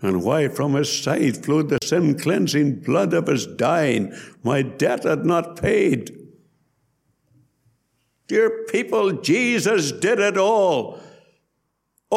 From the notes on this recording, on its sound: Gospel Audio from Ballyclare Gospel Hall